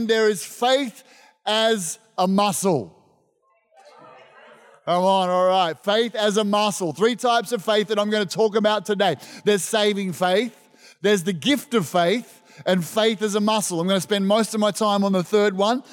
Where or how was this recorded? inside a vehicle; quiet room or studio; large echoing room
large echoing room